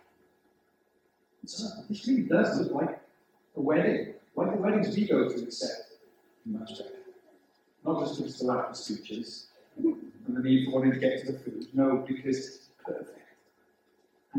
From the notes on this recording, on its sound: The sound quality of this recording is quite poor.